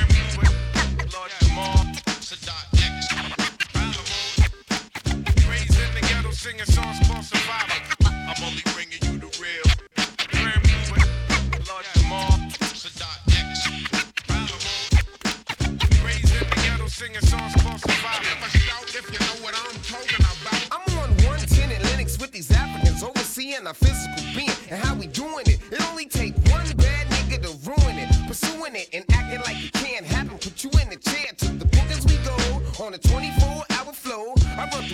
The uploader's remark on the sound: Originally broadcast live on October 4, 2018 from the storefront of Kinfolk 90 in Williamsburg, Brooklyn, New York City